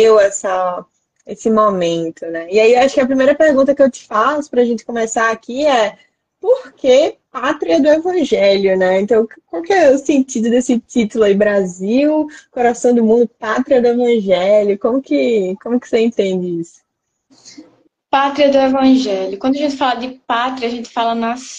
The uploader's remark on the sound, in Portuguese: Live realizada através do Instagram